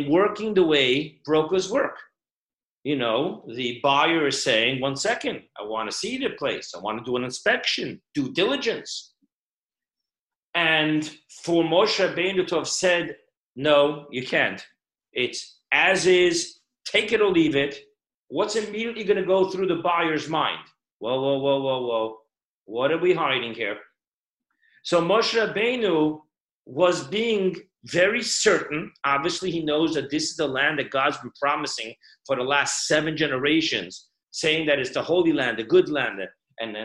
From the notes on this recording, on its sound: Zoomclass